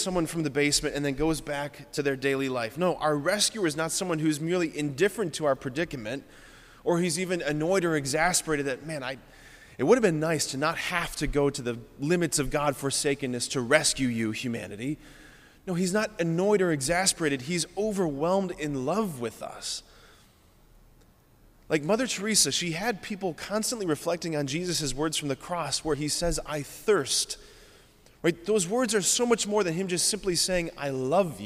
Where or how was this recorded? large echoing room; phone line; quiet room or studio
large echoing room